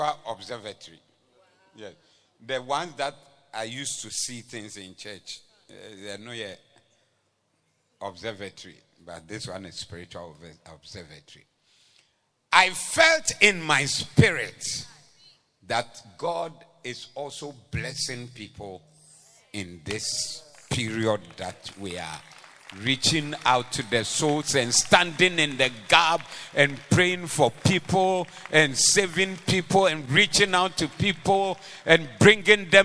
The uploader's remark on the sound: Preached at the Doxa Service 03092023